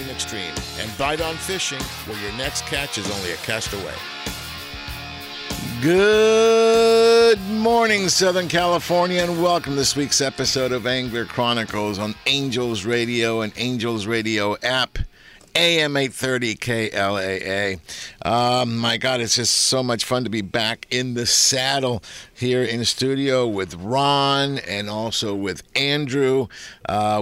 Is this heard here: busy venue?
yes